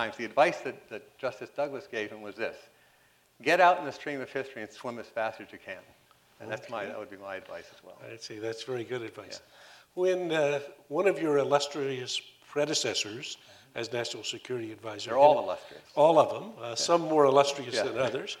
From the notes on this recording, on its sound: responded to questions from the audience